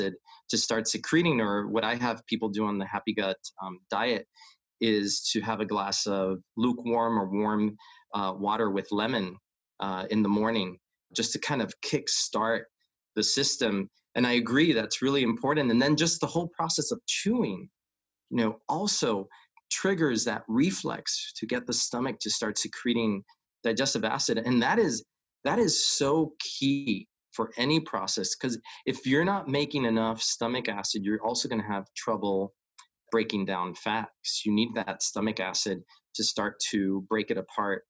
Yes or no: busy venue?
no